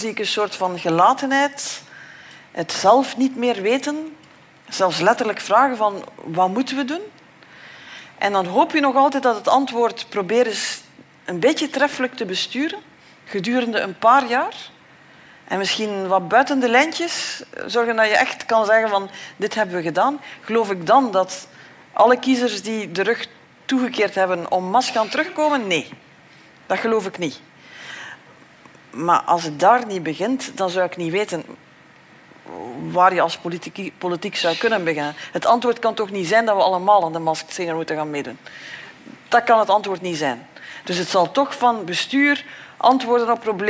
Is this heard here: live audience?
yes